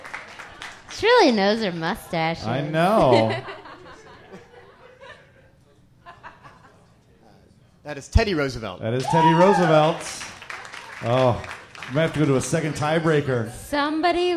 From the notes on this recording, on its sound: Live at the Skylark! Our first live episode!